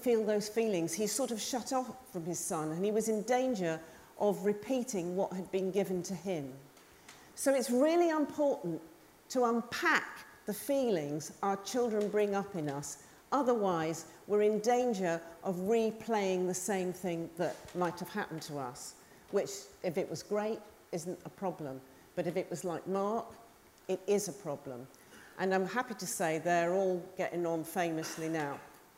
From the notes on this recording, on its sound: Recorded live at the Tabernacle in London's Notting Hill.